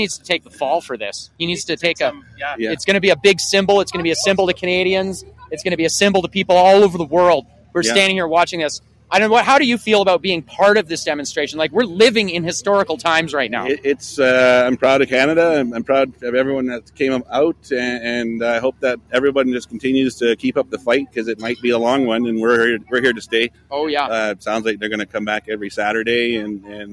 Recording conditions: busy venue